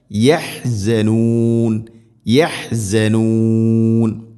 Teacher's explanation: യഹ് ഹ തൊണ്ടയുടെ മധ്യഭാഗം